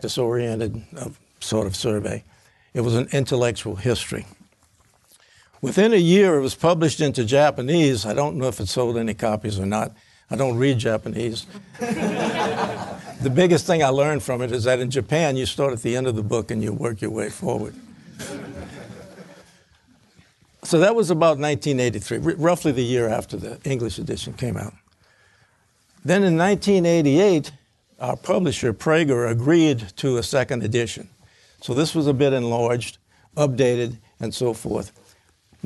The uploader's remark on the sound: Recorded at the 2023 Austrian Economics Research Conference hosted at the Mises Institute in Auburn, Alabama, March 16–18, 2023.